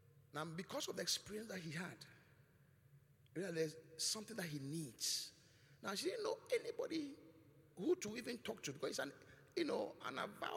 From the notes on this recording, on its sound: Preached at the Qodesh